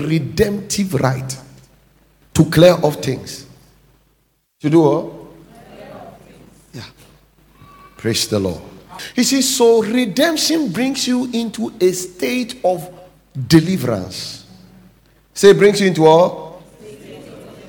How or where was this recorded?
large echoing room